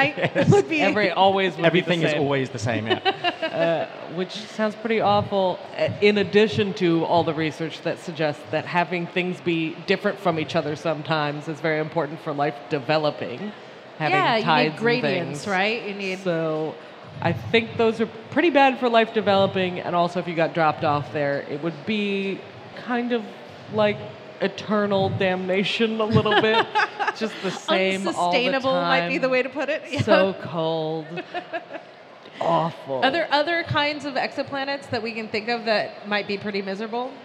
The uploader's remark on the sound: In a special bonus edition of Dead Planets Society, recorded on stage in front of an audience at New Scientist Live.